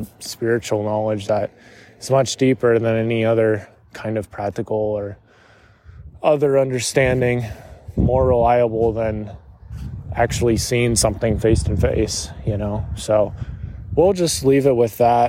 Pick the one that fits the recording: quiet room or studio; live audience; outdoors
outdoors